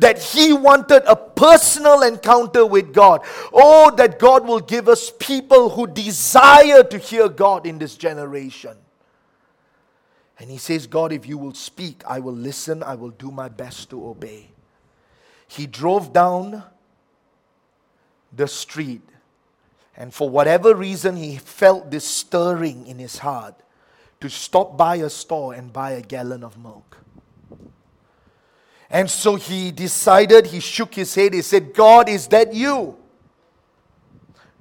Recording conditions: large echoing room